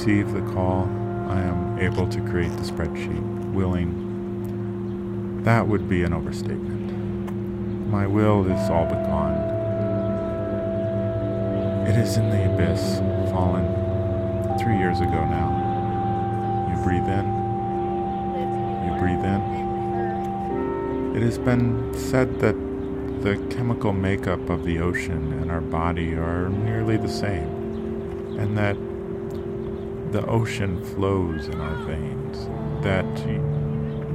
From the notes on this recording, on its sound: Featuring a binaural recording of a walk in Long Island City, Queens, and a quintet of midi-based instruments. A helicopter overhead. The hushed sounds of people talking.